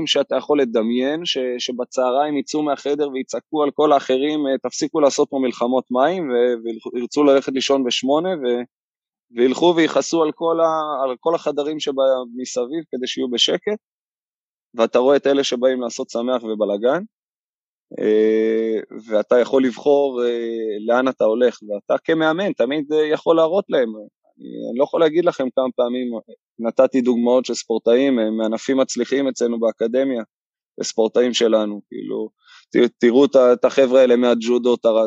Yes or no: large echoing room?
no